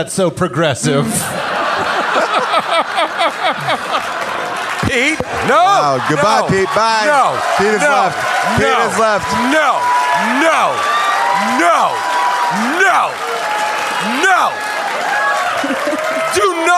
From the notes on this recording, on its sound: LIVE from the world famous Largo at the Coronet in Los Angeles.